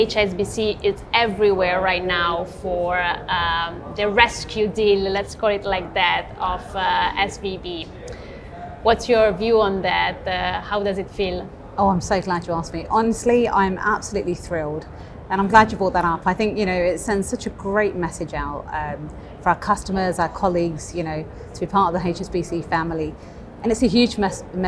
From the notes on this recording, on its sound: Finovate Europe. The first LIVE COVERED event of 2023 for Breaking Banks.